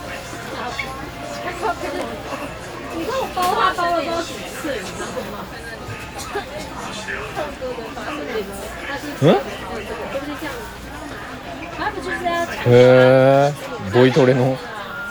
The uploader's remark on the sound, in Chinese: 屋外実況。台湾西門町のドンキホーテ店で実況してみた！唐吉哥德西門店現場實況收音。